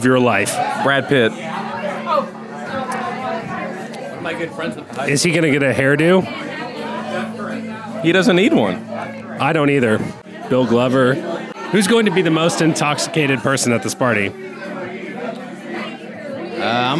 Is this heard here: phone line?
no